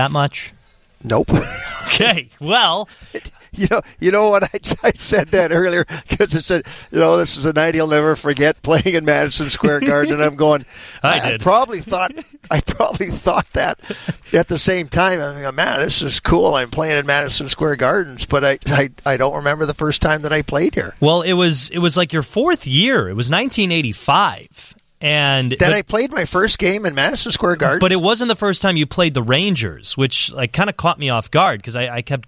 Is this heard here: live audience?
no